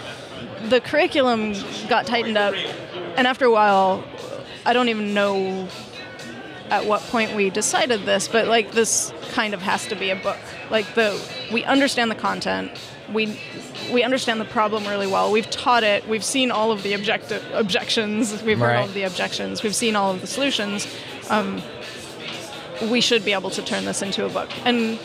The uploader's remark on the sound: Welcome to the first Spotlight series recorded at OSCON London 2016.